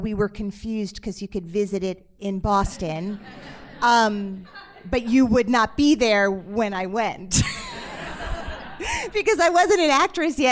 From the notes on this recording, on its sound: Live from the Atlantic Theater Company. Hosted her Little Known Facts podcast on stage at The Atlantic Theater Company.